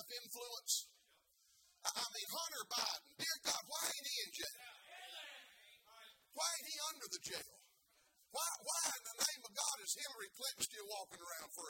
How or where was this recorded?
large echoing room